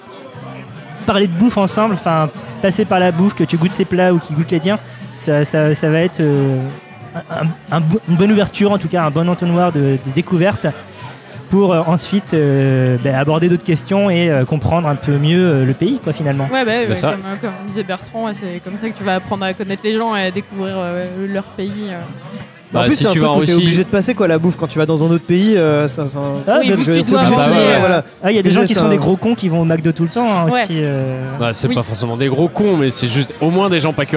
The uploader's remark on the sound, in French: épisode enregistré au Café sans nom (Paris 20e)